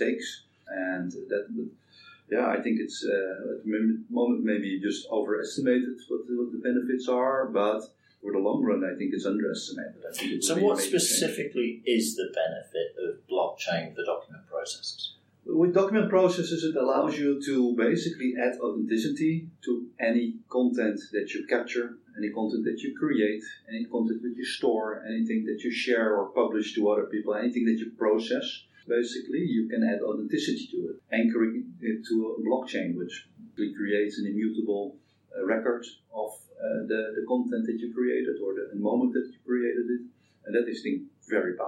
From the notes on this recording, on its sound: The Audio isn't great